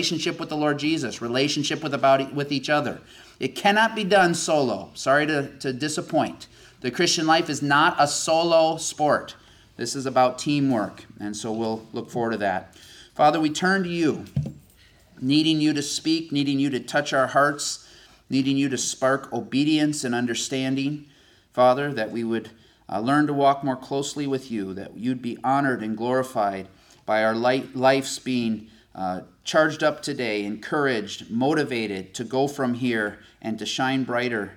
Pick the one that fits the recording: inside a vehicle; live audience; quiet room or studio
live audience